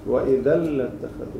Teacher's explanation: التنوين اللي هي الفتحتين آخرها في نون ساكنة باللفظ تدمج أو تدغم باللام، فما منعود نلفظ التنوين، ننتقل من الألف للام المشددة · Term: الإدغام